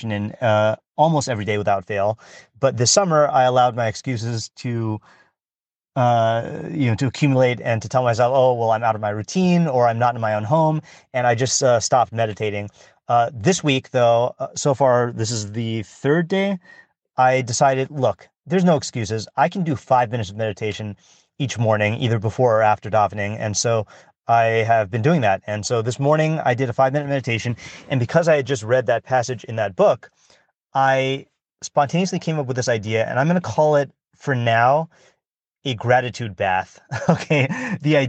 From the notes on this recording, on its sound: I decided to just record it in my parked car without any texts in front of me.